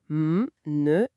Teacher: Et ça, ça ouvre une porte de sortie vers le nez. L'air est dévié et s'échappe par les fosses nasales.